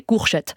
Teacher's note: Moi, l'exemple que j'adore aussi, c'est celui de la courgette, parce que le « que » et le « gue » se confondent et le « je » n'est pas un son disponible dans le système phonologique alsacien. Et donc, en Alsace, les gens, ils n'ont pas des courgettes, ils ont des courchettes.